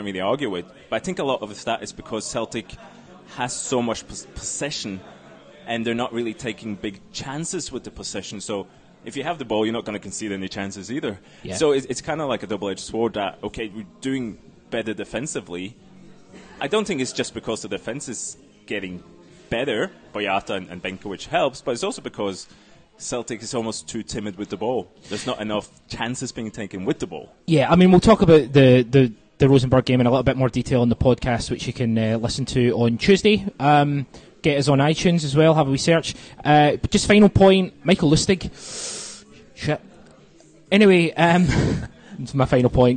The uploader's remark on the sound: The fully unedited audio from Thursdays Post Match Press Conference.